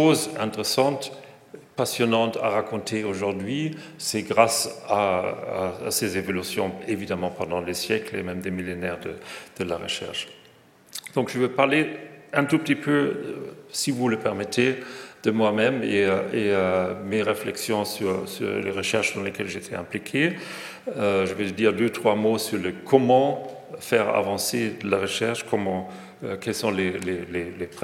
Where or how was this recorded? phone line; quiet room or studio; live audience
live audience